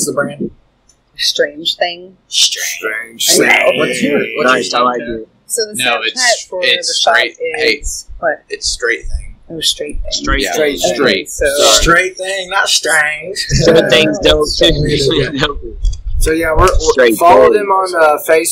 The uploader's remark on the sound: Apologies for some audio trouble, still getting new set up worked out.